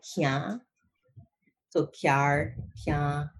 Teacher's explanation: And actually we palatalize, so we say kian